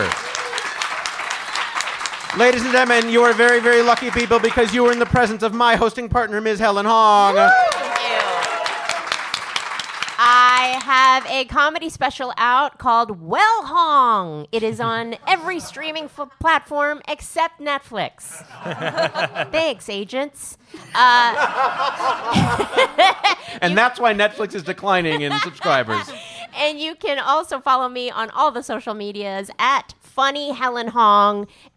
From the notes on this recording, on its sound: Live from the Game Show Boot Camp in Las Vegas, Nevada